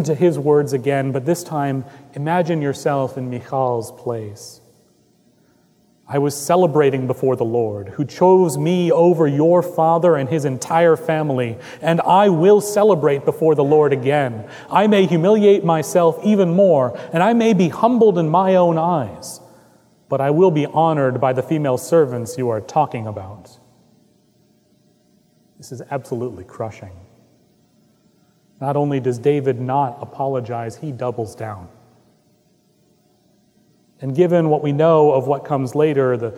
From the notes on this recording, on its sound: At Trinity Presbyterian Church in Bixby, Okla.